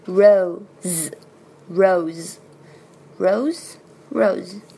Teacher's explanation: 这里的 row, o 这个元音，又要注意，而且这个 s 是转化成 z 的